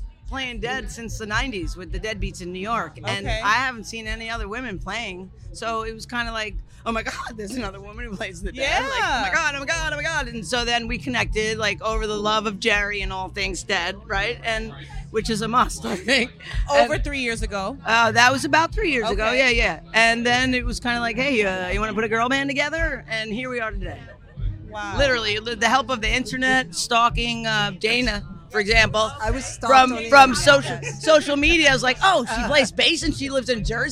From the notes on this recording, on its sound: Skull & Roses Festival 2022. An auditory journey of what it was like to be at this iconic festival. Then we head a backstage for a quick interview with one of the organizers.